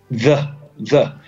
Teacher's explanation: Poi però c'hai il TH che è un suono dentale, quindi metti la lingua in mezzo ai denti e soffi